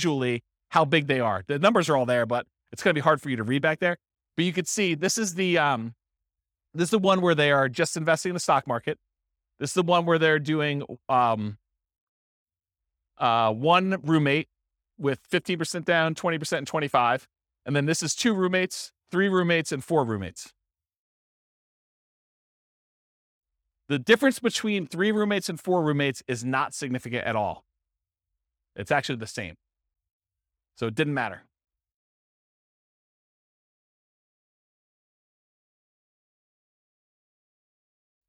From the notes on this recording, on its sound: This was a live class recorded